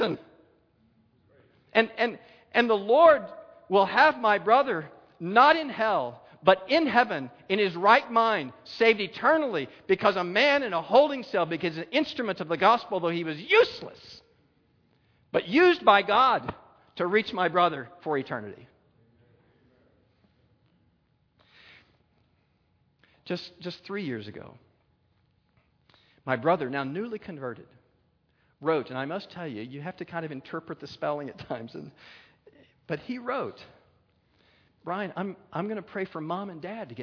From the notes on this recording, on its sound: a Keynote Session at FG13